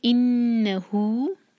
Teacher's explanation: ہو دو حرکہ، مد صلہ صغرا